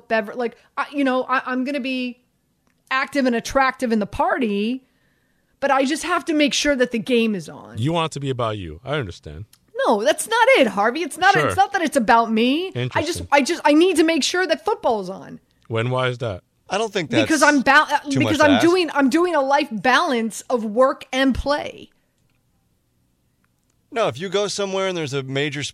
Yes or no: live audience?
no